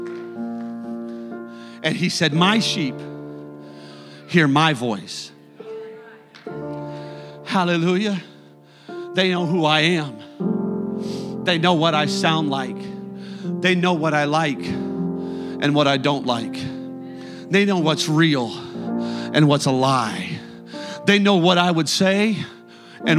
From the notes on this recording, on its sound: A service recording from Connect Point UPC.